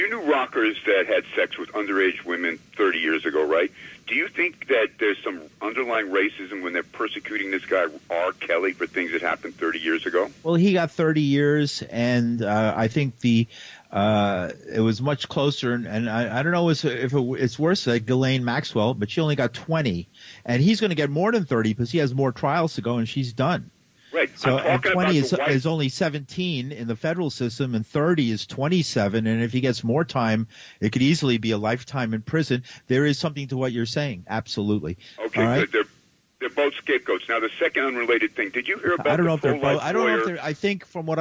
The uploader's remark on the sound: Listener Call In Show